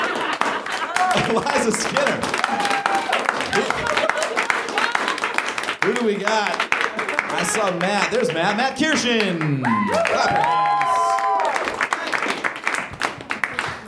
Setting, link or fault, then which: setting, busy venue